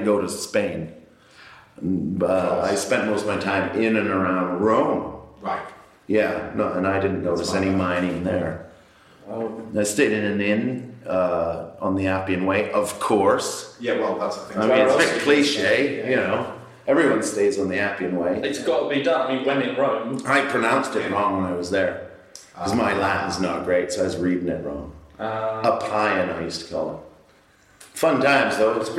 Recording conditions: echo